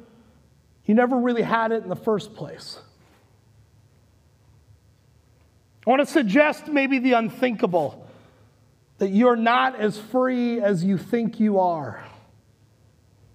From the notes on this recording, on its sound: Recorded live at Word of Life Church in Le Sueur, Minnesota on July 4th, 2021.